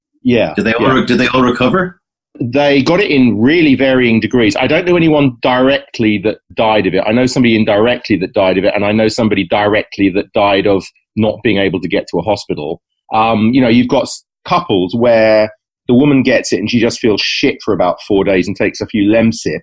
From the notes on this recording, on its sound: Recorded: ZOOM (London – Dublin)